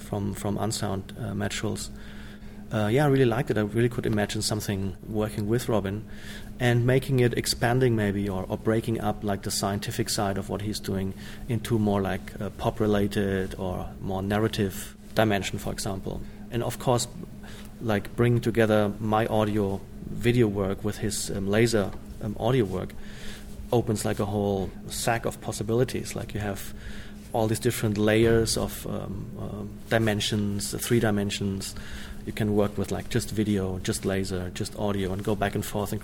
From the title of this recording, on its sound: Interview at Unsound Adelaide 2015